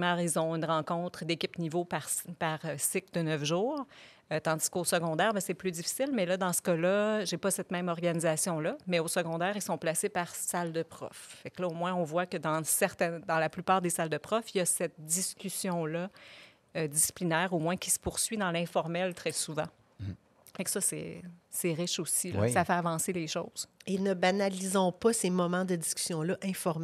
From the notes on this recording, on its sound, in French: Enregistrée à l’occasion du Colloque des leaders pédagogiques 2022.